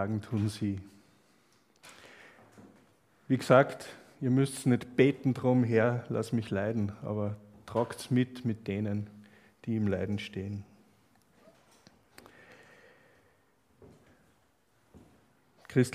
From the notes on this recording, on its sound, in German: Aufnahme einer Freizeit von 2017.